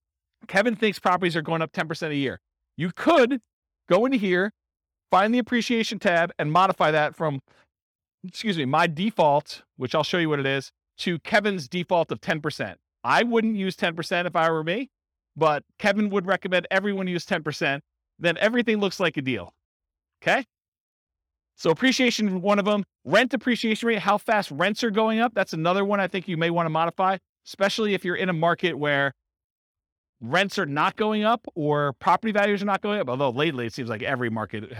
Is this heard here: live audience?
yes